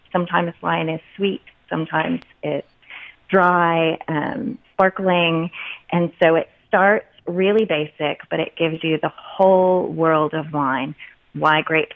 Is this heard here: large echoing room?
no